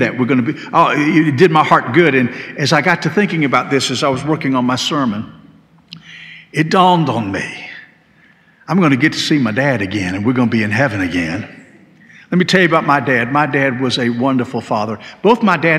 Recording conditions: large echoing room